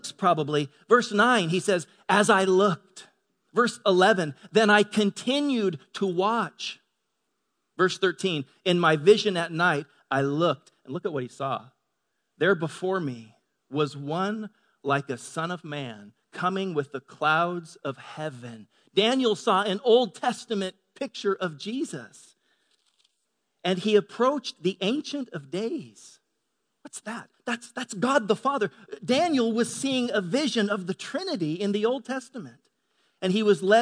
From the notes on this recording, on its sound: Delivered on 18 March 2018 at Grace Church of La Verne. Delivered on 18 March 2018 at Grace Church of La Verne.